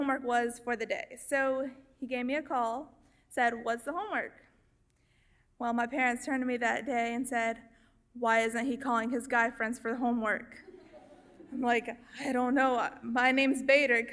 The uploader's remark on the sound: Stepped onto the stage of the Woman's Department Club in Shreveport to share her story during "All Y'all Live: Ladies Night". Our audience heard first-hand.